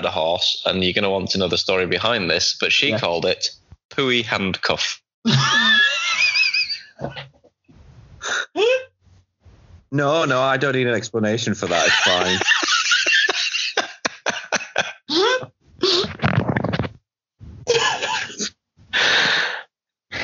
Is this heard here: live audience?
no